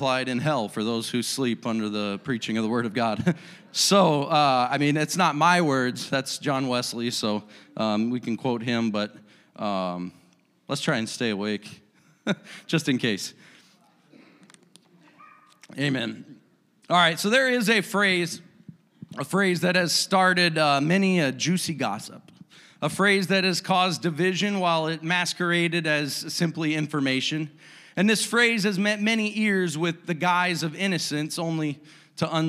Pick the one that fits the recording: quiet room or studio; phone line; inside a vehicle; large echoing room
large echoing room